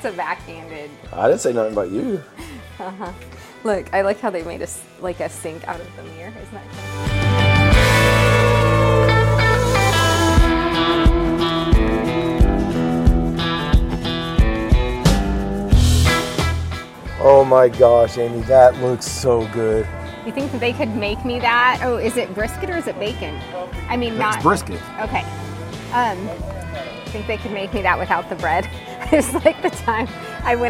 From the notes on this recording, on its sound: Silver Dollar City Bluegrass Festival OPENING DAY! We take you on a tour through opening day of the Bluegrass and BBQ Festival as we sample some amazing food with the tasting passport.